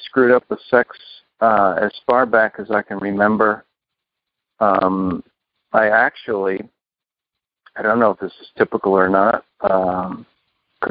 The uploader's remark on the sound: Upstate New York. Noon Phone Speaker Meeting.